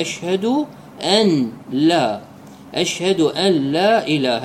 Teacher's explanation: الأمر الثاني بالنسبة لقوله أشهد أن لا إله، أن لا، هنا أكو إدغام، يريد المصلي أن يقرأ بالفك بدون الإدغام، يقرأ هكذا: أشهد أن لا، أشهد أن لا إله، يعني يلفظ النون ويفكها بدون أن يدغمها، هاي قراءة صحيحة.